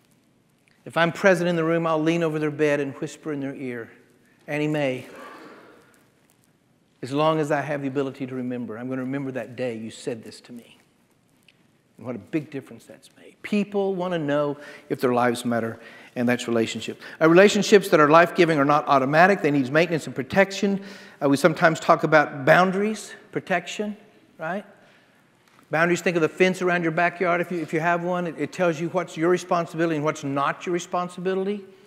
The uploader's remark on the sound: The Road Family Conference in 2019